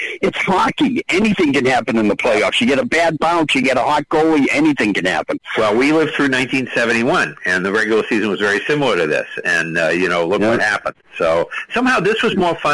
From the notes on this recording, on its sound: take your live calls